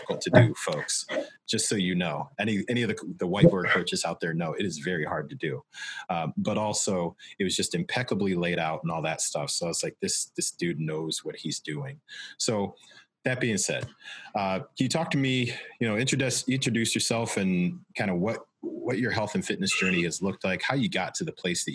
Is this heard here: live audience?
no